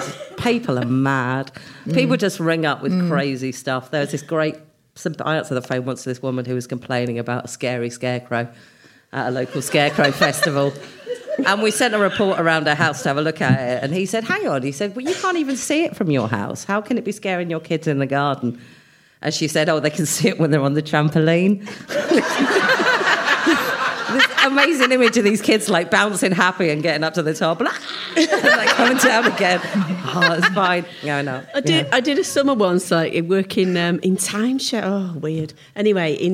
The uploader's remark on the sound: Recorded at Leamington Spa Comedy Festival, October 2017.